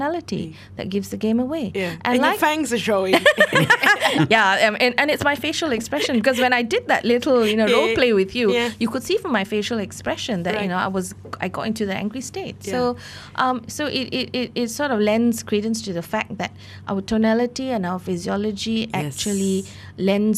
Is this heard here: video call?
no